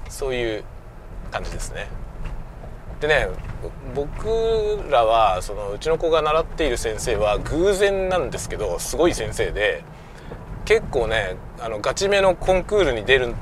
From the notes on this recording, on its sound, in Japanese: 朝のドライブ雑談。久しぶりに車運転しながらしゃべりました。使用マイク：audio-technica AT-9901。Stand.fm。